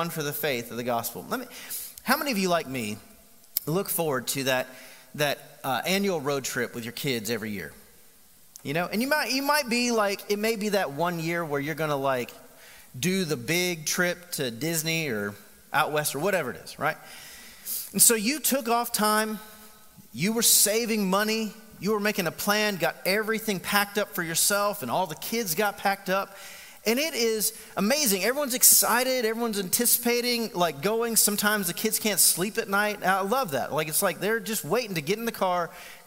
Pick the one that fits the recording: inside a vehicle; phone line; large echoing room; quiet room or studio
large echoing room